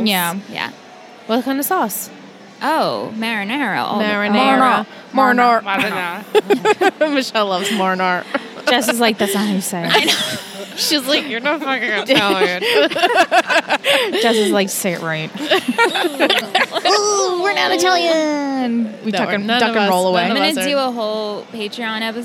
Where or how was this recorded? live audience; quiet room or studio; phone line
live audience